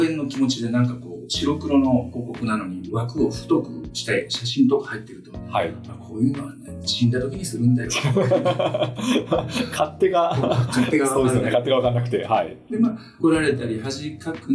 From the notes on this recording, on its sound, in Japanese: 収録時のトラブルのため、普段よりも音質が悪くなっています。